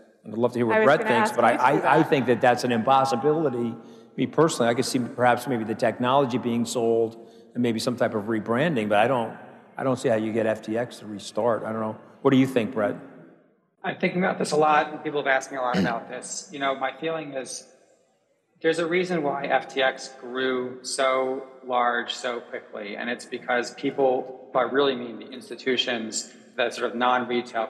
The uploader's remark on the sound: A Consensus 2023 panel